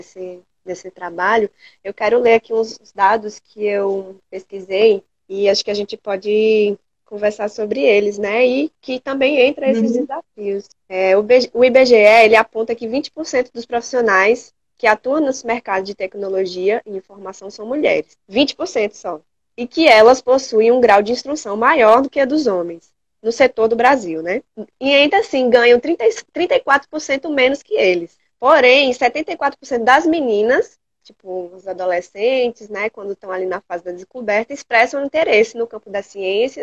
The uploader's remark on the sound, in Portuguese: conversas ao vivo (live) no Instagram